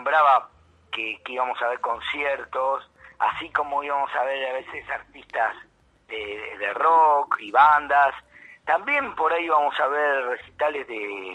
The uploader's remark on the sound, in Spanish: Charla Telefonica.